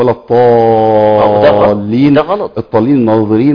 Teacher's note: والضاد الطائية تحديدا موجودة في مصر، في مصر وبعض الدول